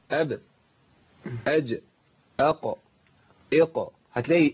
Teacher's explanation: هتلاقي حتى لو غيرت حركة ما قبلها هتبقى القلقلة ثابتة